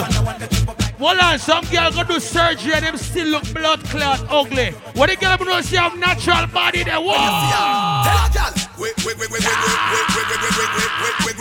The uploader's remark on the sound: Sexy Boots Affair "Grown & Sexy" Live in LA